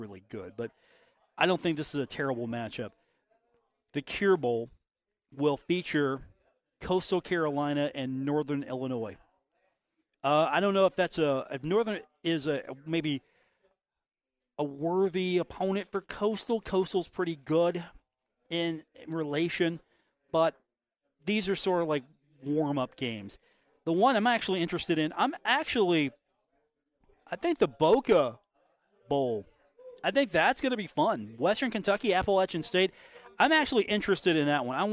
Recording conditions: busy venue